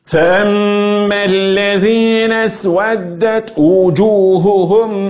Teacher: التاء المهموسة فيها شدة وفيها همس جريان نفس